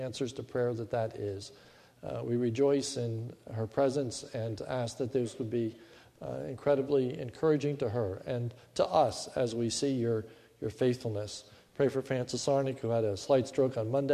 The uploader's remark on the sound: This is a sermon recorded at the Lebanon Bible Fellowship Church in Lebanon, Pa. It is the Thanksgiving Service.